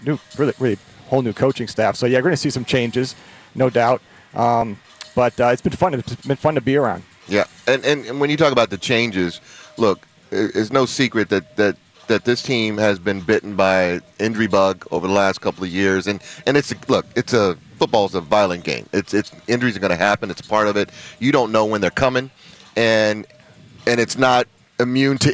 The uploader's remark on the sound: Broadcast live from Chargers Training Camp at the Jack Hammet Sports Complex in Costa Mesa.